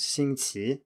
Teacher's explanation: in Taiwan, the standard pronunciation is Xingqi with a rising tone on the second syllable